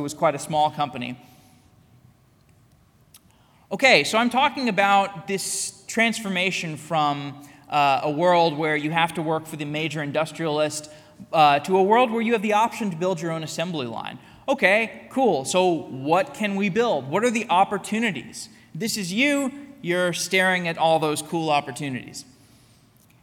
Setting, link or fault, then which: setting, live audience